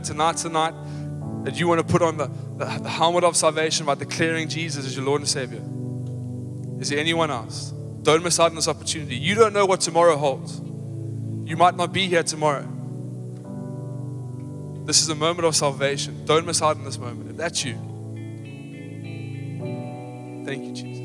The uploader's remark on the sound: Recorded live on Sunday the 15th October 2023